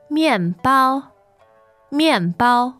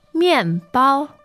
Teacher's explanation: Fourth and first tone.